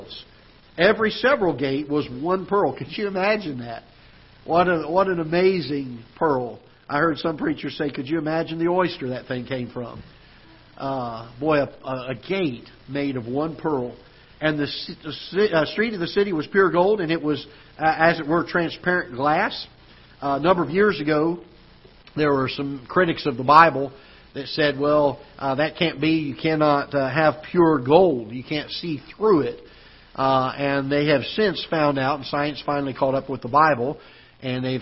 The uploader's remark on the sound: Ketha Heights Baptist Church ~ Live Broadcast